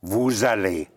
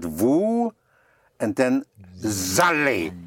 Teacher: the silent S, can be pushed into the following word if the following word starts with a vowel. And you have, and it takes on the sound of a Z or Z.